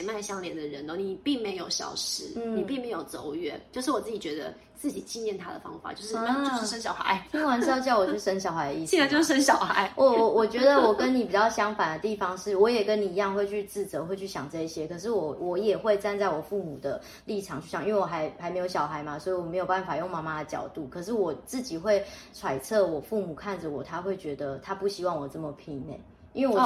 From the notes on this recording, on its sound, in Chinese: 本集不是在錄音室錄製，有點空間感